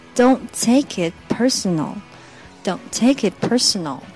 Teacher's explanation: 那么 Don't 的 T 和 Take 的 T，呃，可以把它做类似连读的效果啊